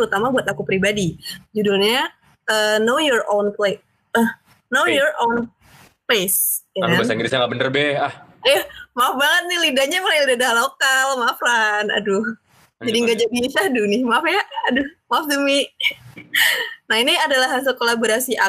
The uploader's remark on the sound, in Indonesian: Proses rekaman dilakukan jarak jauh melalui platform Google Meet.